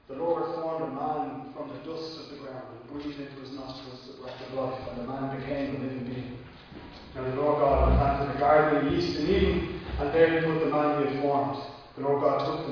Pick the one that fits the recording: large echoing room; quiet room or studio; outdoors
large echoing room